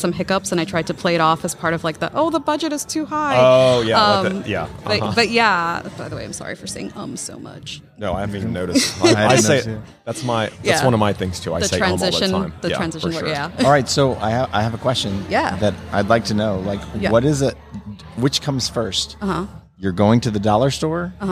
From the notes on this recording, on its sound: LIVE from HAVEN 2022